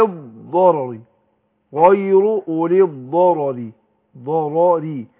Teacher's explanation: الراء الأولى مفتوحة هتفخم، والراء اللي بعدها مكسورة ترقق